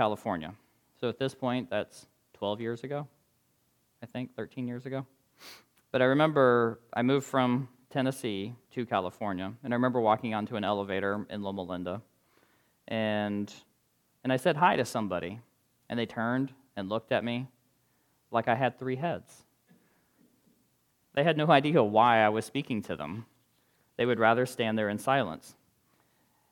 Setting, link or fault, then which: setting, large echoing room